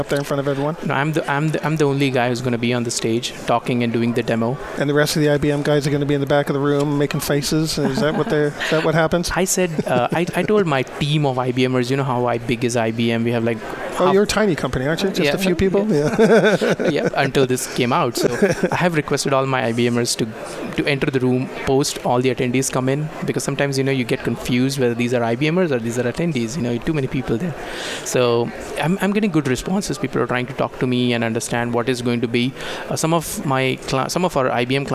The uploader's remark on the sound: Live From Disaster Recovery Journal Conference 2018. This is hour 3 from the Live broadcast.